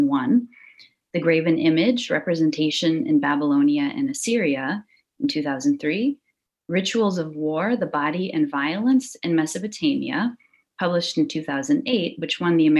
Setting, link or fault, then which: link, video call